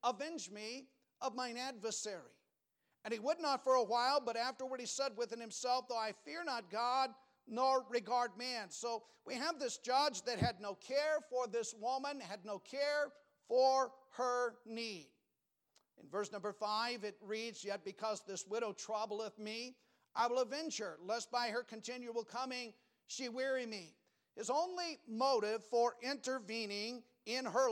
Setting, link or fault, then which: setting, large echoing room